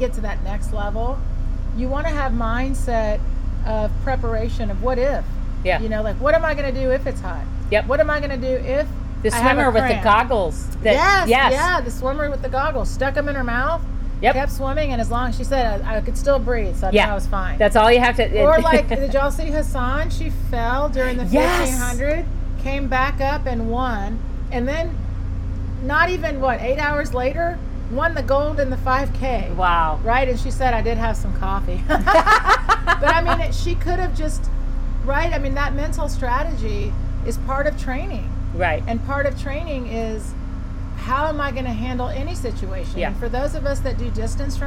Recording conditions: sounds in the background